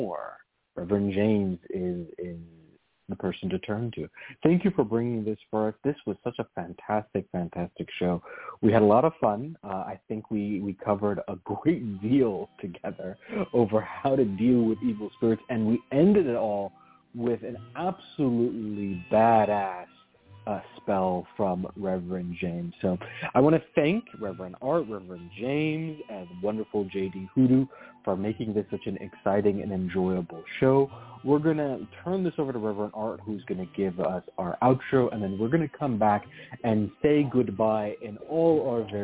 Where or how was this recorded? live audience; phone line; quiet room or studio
phone line